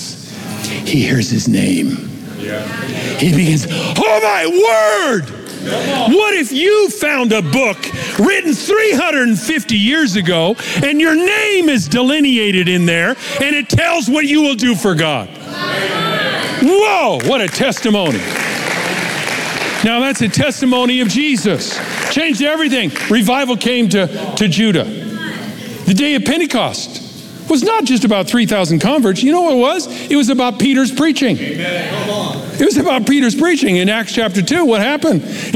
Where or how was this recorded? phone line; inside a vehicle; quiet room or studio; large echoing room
large echoing room